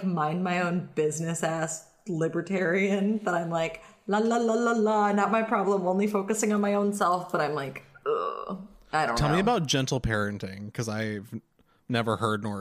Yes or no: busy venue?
no